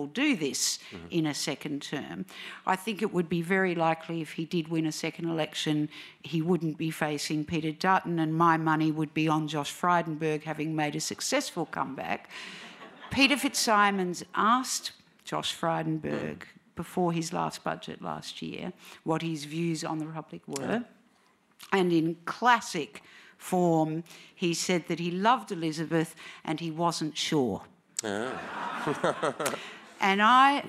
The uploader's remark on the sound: This event was recorded at the Wheeler Centre on Tuesday 28 March 2023.